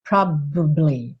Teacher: É quase como se ele ficasse um tempinho a mais no B, probably, mas ele não chega a abrir pro A.